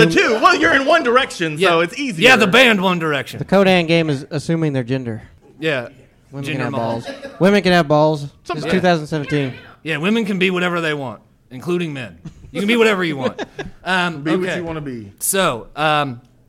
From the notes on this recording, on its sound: GeekFest 2017 LIVE! Bring the NerdLife brand of idiocy to the stage at GeekFest 2017 for their first ever live show! Our live audience.